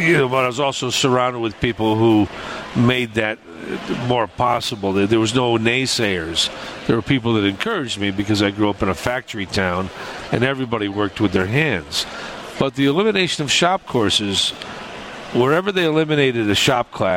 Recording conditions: busy venue